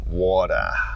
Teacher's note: So again, you're not really hearing that R sound, water. And even with the T sound, similar to Canadian English, it's more of a flap rather than a fully enunciated T.